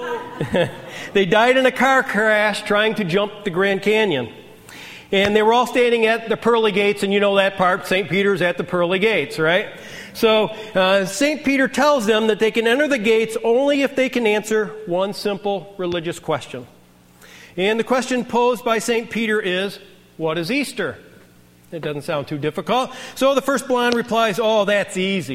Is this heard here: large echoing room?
yes